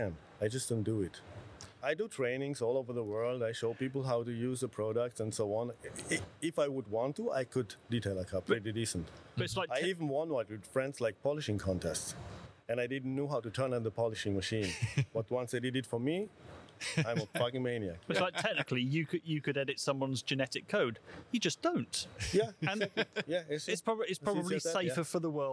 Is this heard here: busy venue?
yes